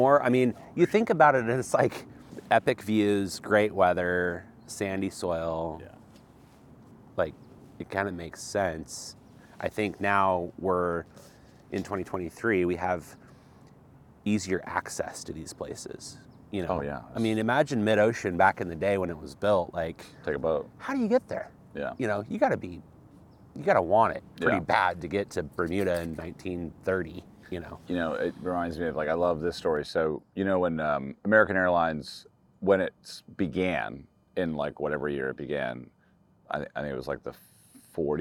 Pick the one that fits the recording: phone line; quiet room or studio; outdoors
outdoors